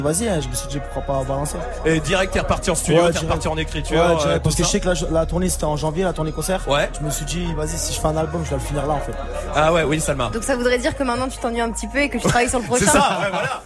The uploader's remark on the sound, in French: en direct du Printemps de Bourges